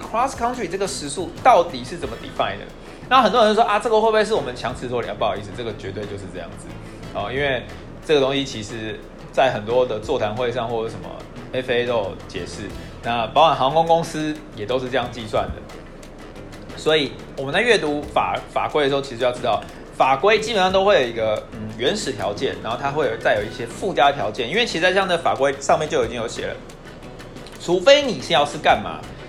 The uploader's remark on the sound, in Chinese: 不知道為啥這集錄音雜音有點重。